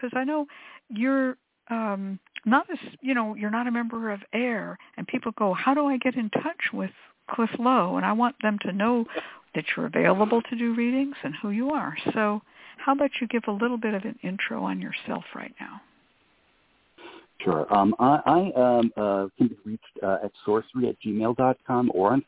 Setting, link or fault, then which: link, phone line